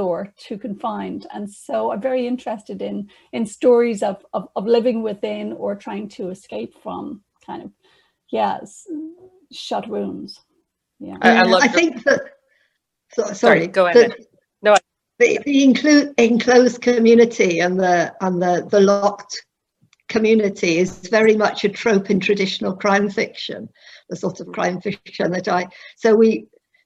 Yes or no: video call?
yes